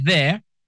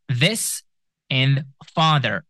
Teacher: it is made by placing your tongue between your teeth and your cords or vocal cords vibrate